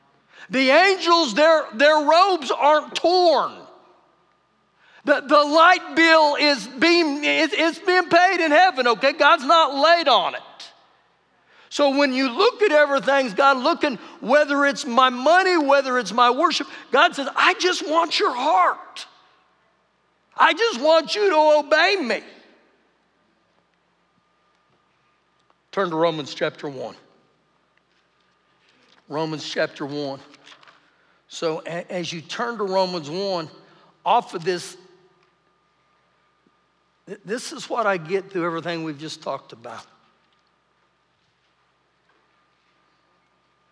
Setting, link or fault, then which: setting, live audience